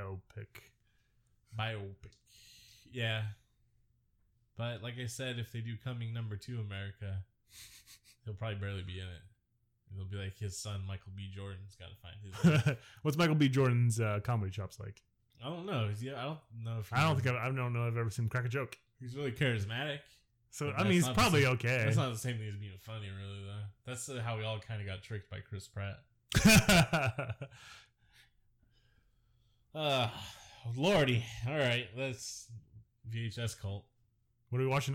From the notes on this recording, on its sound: AUDIO WARNING: THIS ONE SOUNDS BAD